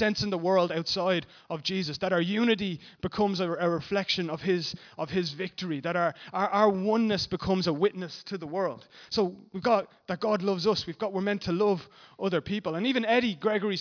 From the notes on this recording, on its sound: Recorded live at Liberty Church Bray on 3rd March 2019